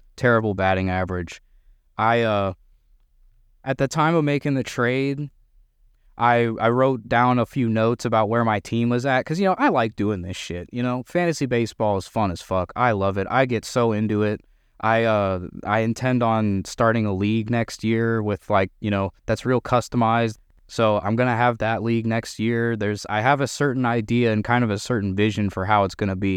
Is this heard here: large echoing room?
no